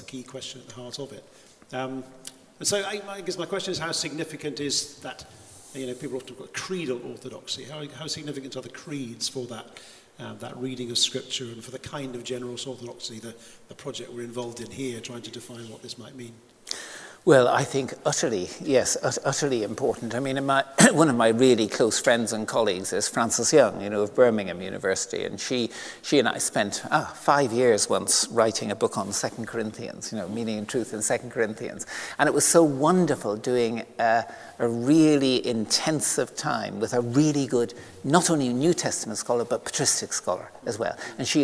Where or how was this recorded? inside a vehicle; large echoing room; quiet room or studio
large echoing room